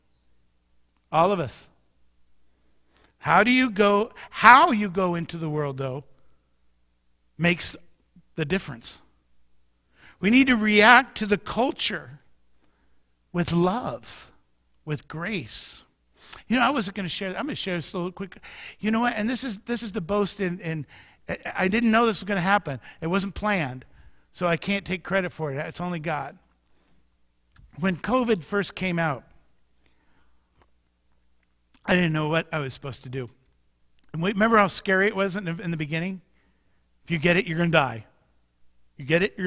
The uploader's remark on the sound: Mt. Zion Church Live!